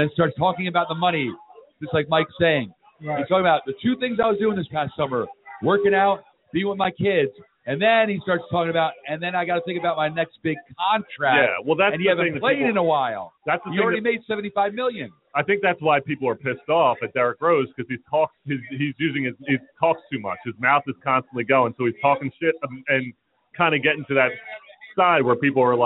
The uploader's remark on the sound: Live from the Mexican Food Factory in Marlton, NJ